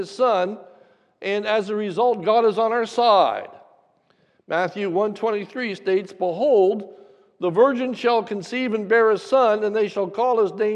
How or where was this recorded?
large echoing room